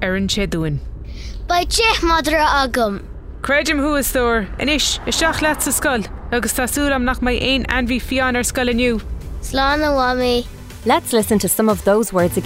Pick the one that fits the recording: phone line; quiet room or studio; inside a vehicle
inside a vehicle